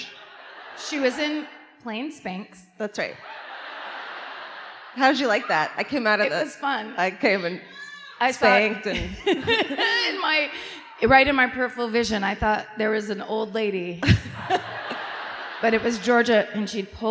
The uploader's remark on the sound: Live in Austin